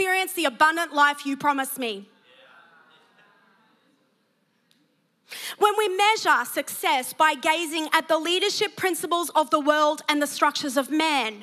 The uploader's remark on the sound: preached at Neuma Church Melbourne City Location